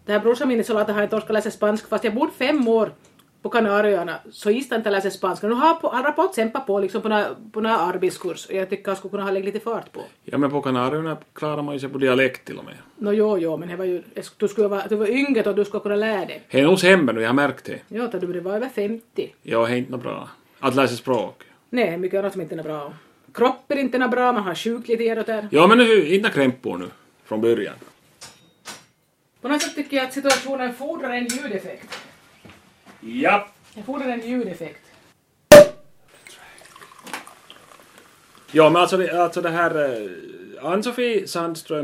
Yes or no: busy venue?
no